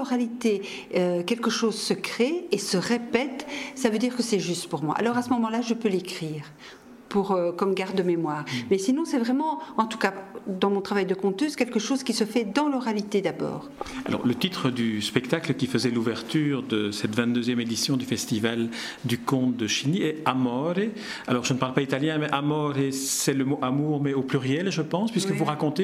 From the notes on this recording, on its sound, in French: lors du 22ème Festival interculturel du conte de Chiny